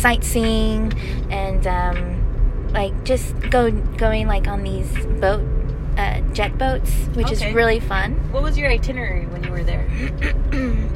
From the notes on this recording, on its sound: Driving to the city and talking about travel plans, what could happen?